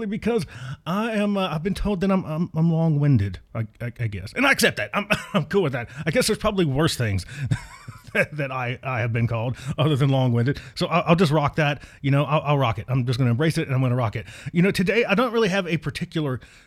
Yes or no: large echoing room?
no